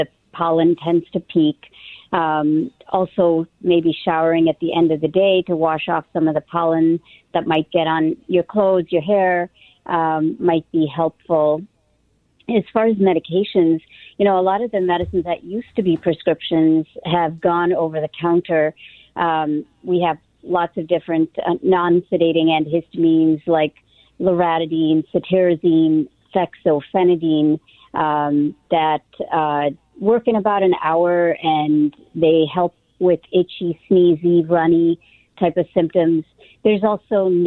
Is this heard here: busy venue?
no